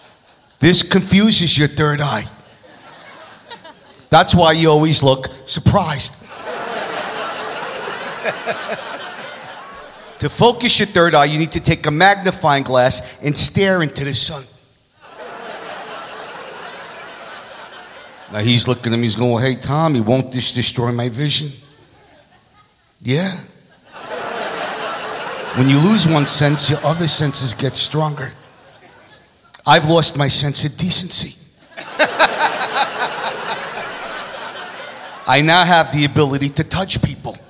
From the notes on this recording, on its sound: Live at the South Point Casino